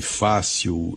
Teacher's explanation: a sílaba tônica de fácil é fá